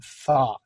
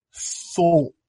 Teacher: We don't round our lips a ton here. The British accent that we're after has a lot more lip rounding. · Shown in: second take